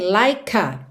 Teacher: Like, na verdade, termina em E, mas esse E não é pronunciado. Então, em termos de som, essa palavra termina no K, você já liga no A